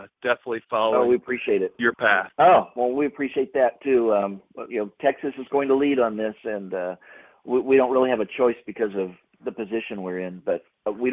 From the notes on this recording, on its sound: recorded earlier this week during a Convention of States leadership conference call